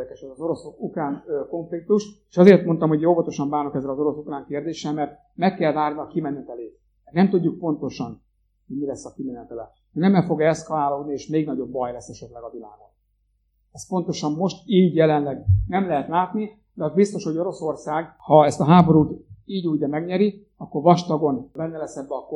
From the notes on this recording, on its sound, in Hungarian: A felvétel a Jászsági Gyülekezet összejövetelén készült. A hangminőségért elnézést kérünk!